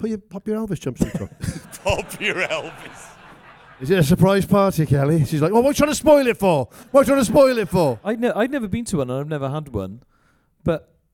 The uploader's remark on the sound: This week’s episode was recorded live at the Pod Live festival in London.